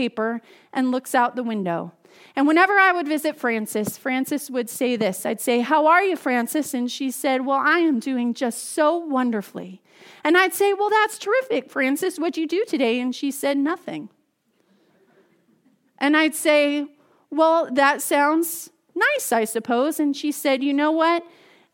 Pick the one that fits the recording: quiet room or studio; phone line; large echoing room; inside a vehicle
large echoing room